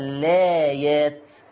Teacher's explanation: حذف همزة الوصل والبدء باللام مع قصر البدل، يعني لو بدأت باللام ليس لي إلا قصر البدل.